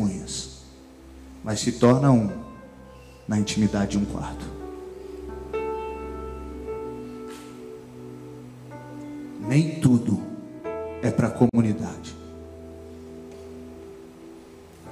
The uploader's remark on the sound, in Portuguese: Gravado em: 07 de janeiro de 2020 no TADEL na Igreja Batista da Paz BH